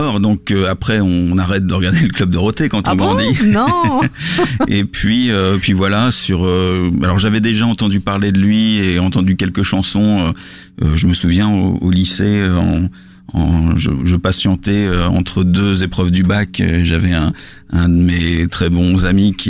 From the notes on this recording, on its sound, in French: nous offert quelques minutes avec lui par téléphone